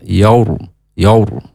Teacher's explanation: ada ra sukun sebelumnya berharokat fathah. Nah, maka dibaca tebal.